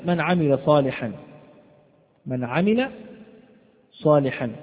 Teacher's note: فينطق بالنون ساكنة واضحة من غير غنة، وتفصل عن العين التي بعدها من غير سكت ولا تنفس، وتظهر العين كذلك واضحة في النطق. · Term: إظهار النون الساكنة